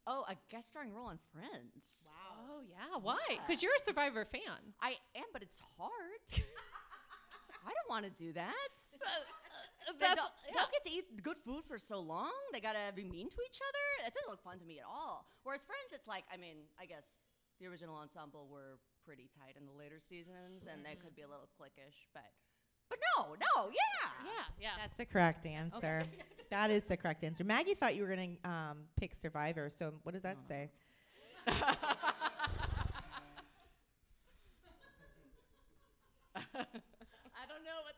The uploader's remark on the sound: LIVE FROM THE COMEDY ARENA. Our live show. The first ever live recording of Unstable Topics had the best besties at The Comedy Arena in McKinney, Texas.